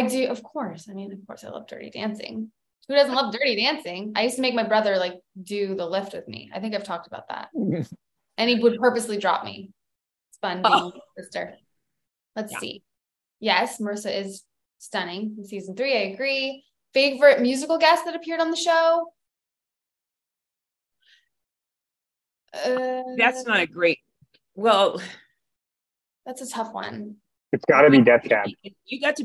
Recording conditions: video call